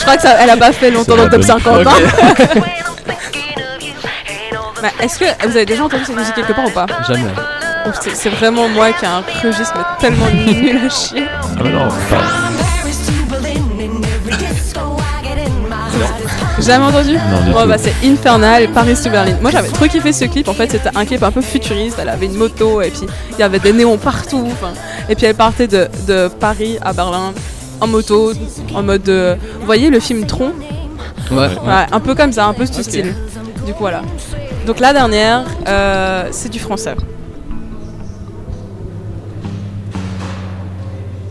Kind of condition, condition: setting, busy venue